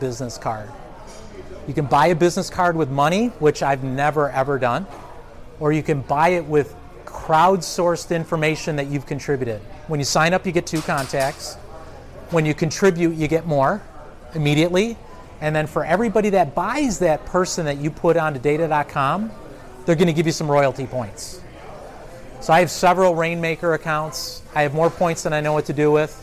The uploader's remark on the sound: This recording was made a few years back during a local event series I produced in the Chicagoland area.